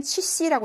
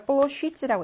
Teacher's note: 자음 뒤에서 강세 없는 아가 이로 바뀌는 거예요.